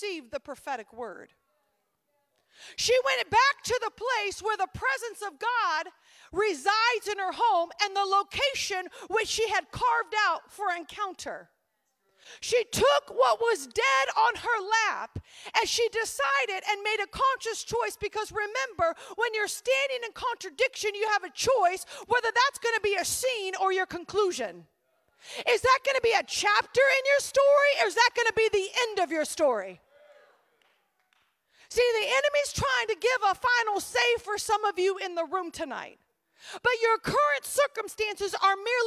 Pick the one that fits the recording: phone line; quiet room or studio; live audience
live audience